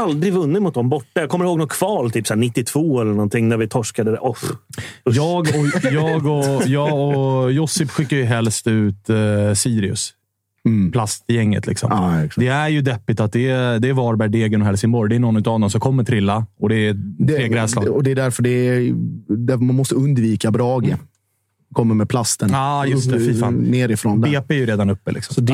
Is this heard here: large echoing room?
no